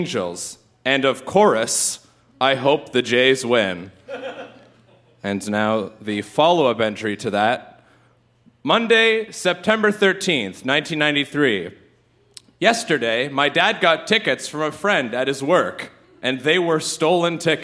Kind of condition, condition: setting, live audience